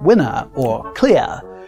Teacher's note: mid-Atlantic speakers drop their R's at the ends of words like winner or clear